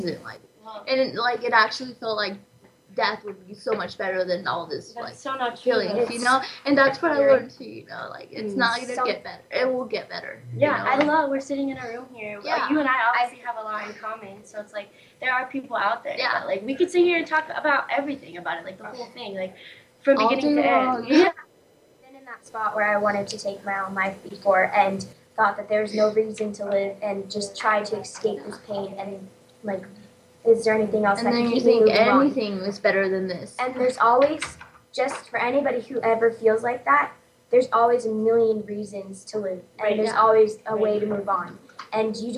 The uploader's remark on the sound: On location in a small remote town in the northern part of our state, we took our show live! The recording quality is rough and the conversation is raw as Paper Hope Street Team meets the teens and new Voice America Kids radio hosts at Round Valley High School in Eagar Arizona.